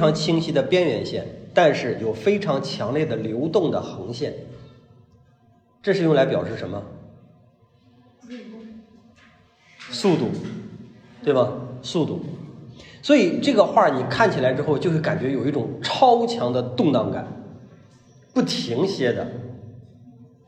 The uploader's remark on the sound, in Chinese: 讲座录音。现场讲座的形式势必比制作的音频要拖沓，但是为了保持收听的流畅性，我没有对录音进行紧凑性的剪辑。